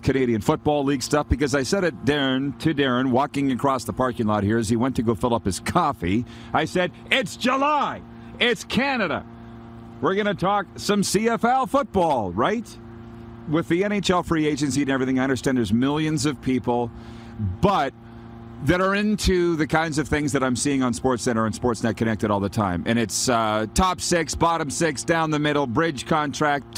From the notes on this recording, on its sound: Back at the Bullbustin' Arena. We are LIVE from the Grey Eagle Resort and Casino in Calgary, Alberta.